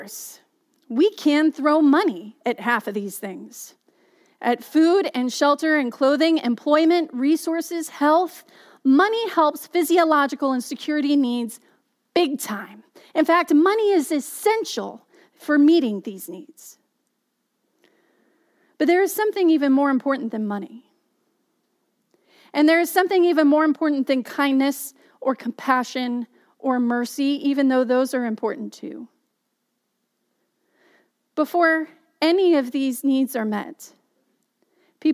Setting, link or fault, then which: setting, large echoing room